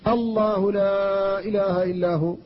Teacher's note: فاسم الجلالة هنا بعد فتح سواء كان متصلا كفتح همزة أل أو كان منفصلا وقال الله فهي مفخمة